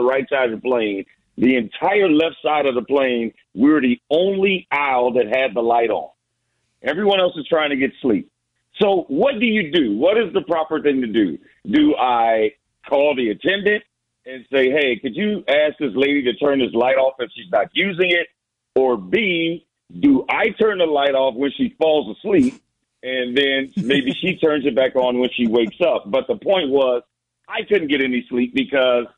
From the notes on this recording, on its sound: Joins the program via phone because of his late flight last night.